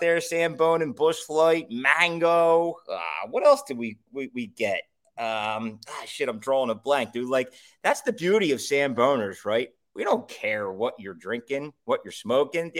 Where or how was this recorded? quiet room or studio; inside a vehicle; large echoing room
quiet room or studio